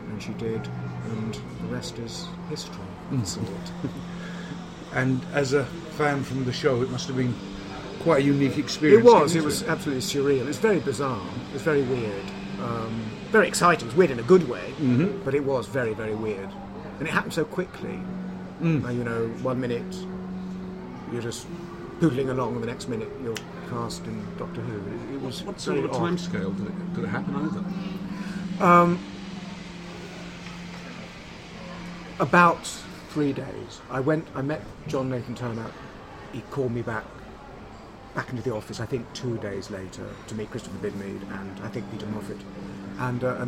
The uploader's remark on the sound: This episode was recorded at a signing event. At Waterstone’s, Lakeside , Thurrock. In attendance were various podcasters.